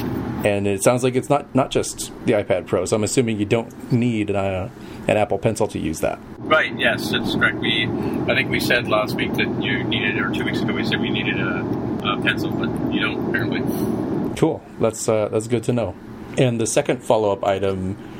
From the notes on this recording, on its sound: This week we recorded LIVE